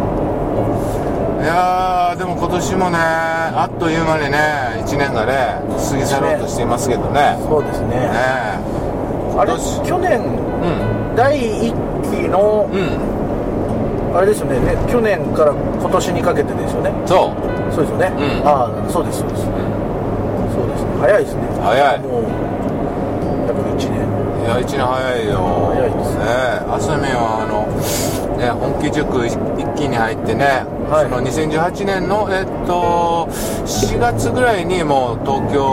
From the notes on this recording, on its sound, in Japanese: 埼玉県。ドライビング対談収録をいたしました。